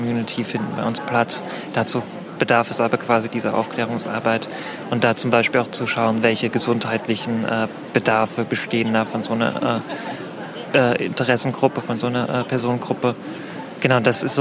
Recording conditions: busy venue